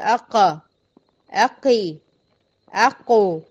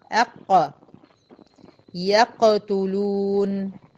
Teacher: بيحصل ان انا بعمل تصادم الاول عشان اطلع القاف، وبعد كده بعمل تباعد دون ان يصاحب هذا التباعد اي حركه · Shown in: second take · يعني ما اقولش اق اقي اقو، لا، هي اق ساكنة في مكانها. · Term: القلقلة